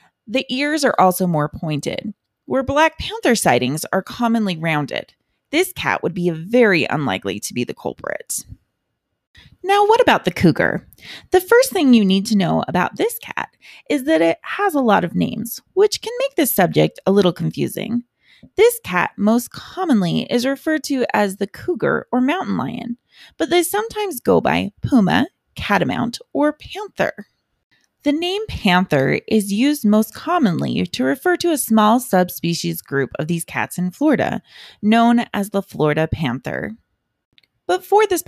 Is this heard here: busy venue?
no